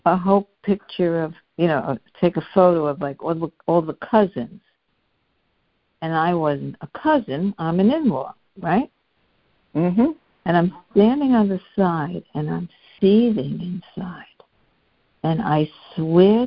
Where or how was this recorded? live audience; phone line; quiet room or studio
phone line